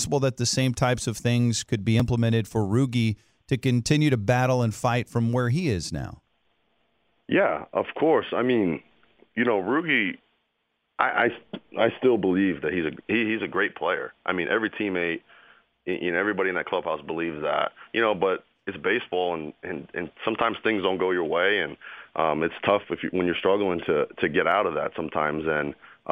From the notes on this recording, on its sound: called in to the Ben and Skin show